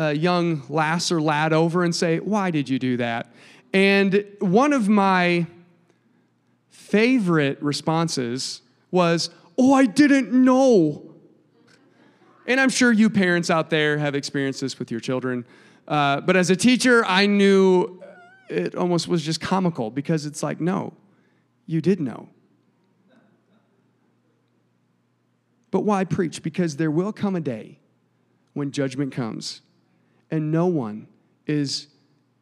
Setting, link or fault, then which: setting, large echoing room